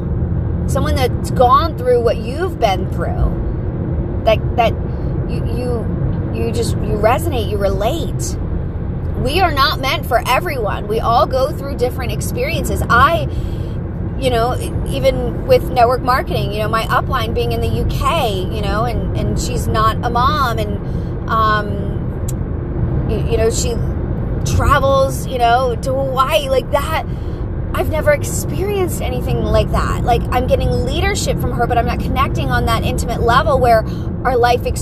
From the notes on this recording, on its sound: Pep talk in the car.